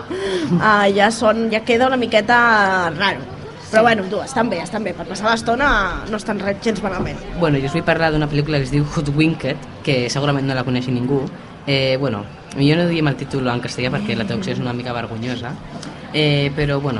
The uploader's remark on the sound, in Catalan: EN DIRECTE desde la Fira de la Candelera